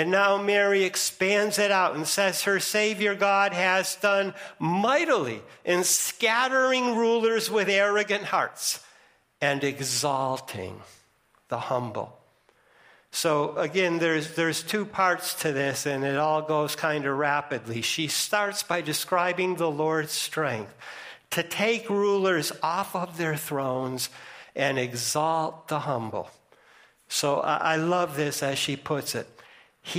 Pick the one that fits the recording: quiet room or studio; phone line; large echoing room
large echoing room